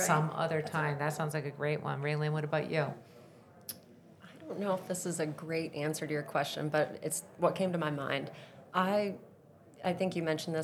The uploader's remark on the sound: At the Vive 2023 conference I had the opportunity to speak with three CEOs and Founders